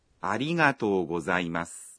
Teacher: Khi nói arigato thì các bạn kéo dài nguyên âm o trong to ra một nhịp.